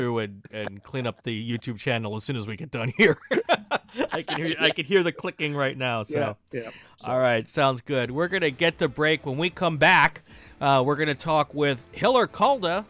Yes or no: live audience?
no